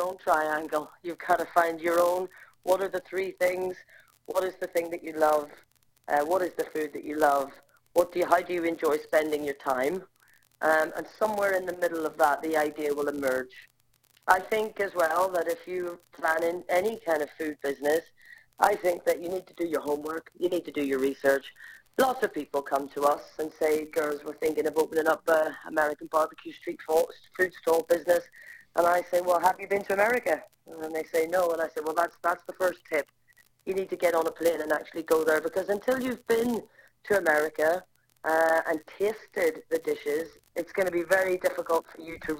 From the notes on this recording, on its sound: Apologies on the audio quality, our computer messed up